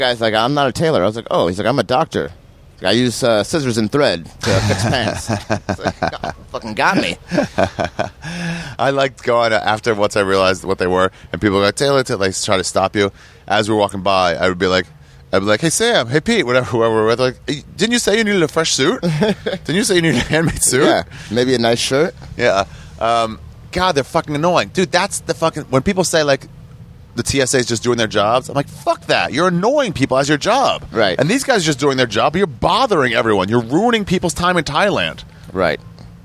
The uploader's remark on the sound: Sat down outside the airport in Chiang Mai, Thailand to talk about all the things we saw out there.